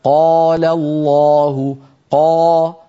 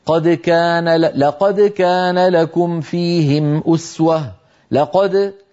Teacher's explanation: إن المفتوح الذي بعده ألف أفخم بقليل من المفتوح الذي ليس بعده ألف. يعني لما يقول الواحد منا قال الله قا، هنا القاف تلاها ألف، وبالتالي تفخيم القاف خرج ممتلئا أكثر من قد.